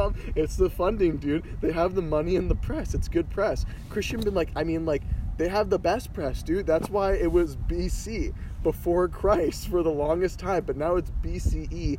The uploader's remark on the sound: we sit in a parking